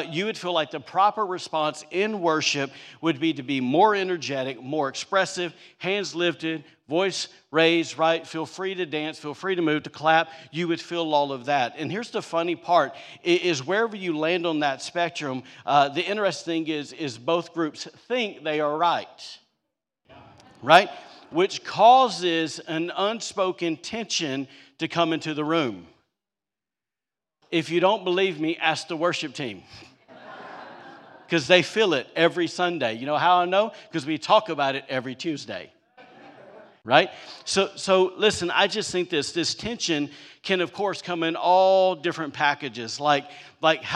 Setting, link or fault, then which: setting, large echoing room